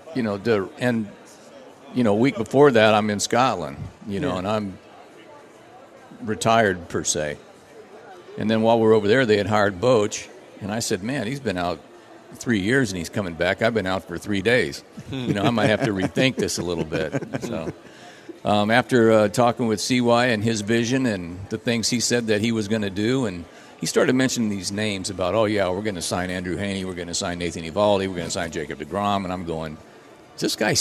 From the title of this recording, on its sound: live from the Texas Rangers Toy Drive